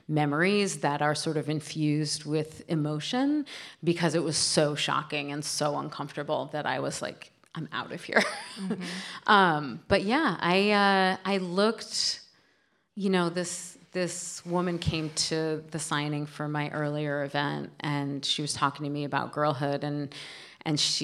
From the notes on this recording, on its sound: We bring you an event from the 2022 Portland Book Festival, which took place on Saturday, November 5, 2022. The hour is split into two halves of thematically related conversations.